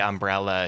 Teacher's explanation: when you say umbrella, you just kind of drop out on that A at the end · Term: schwa